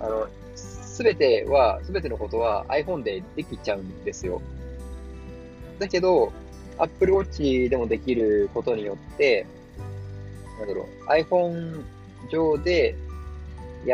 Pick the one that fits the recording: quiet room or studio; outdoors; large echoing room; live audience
outdoors